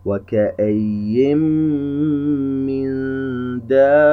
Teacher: نجد أن النون الساكنة جاء بعدها حرف الميم، إذن عندنا إدغام بغنة، نغن بمقدار حركتين، حرف النون الساكن أدخل في الميم التي بعده فأصبح حرف الميم مشددا، إذ أن النون أصبح كالميم مشددا، وعند اللفظ اختفى حرف النون.